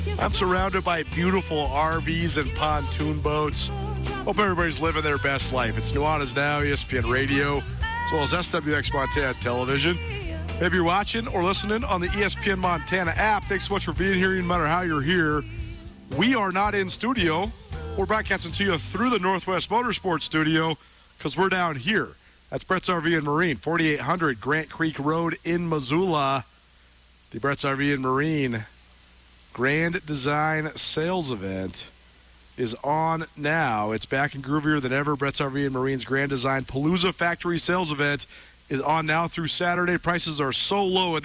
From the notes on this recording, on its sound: live on location at Bretz RV & Marine